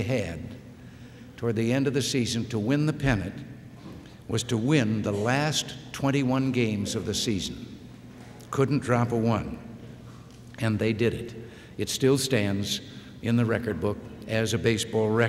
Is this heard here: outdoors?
no